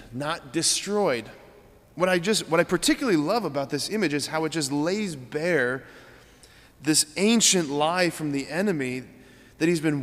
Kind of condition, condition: setting, large echoing room